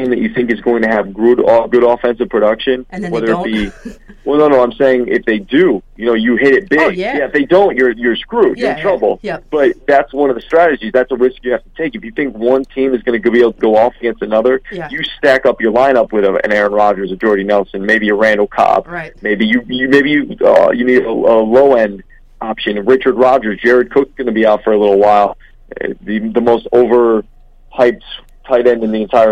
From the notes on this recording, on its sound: Phone call